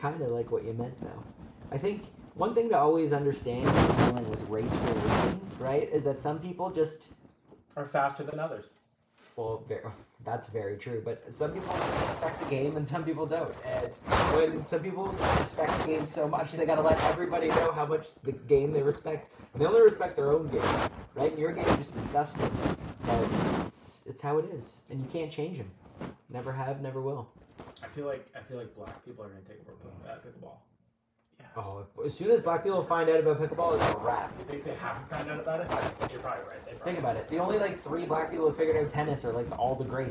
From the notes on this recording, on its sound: The brothers are joined by an old friend, but quickly fall victim to a cyber attack, damaging the audio for this episode.